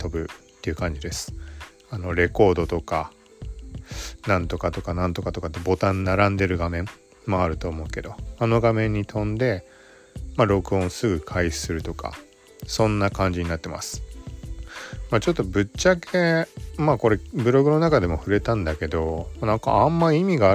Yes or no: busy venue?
no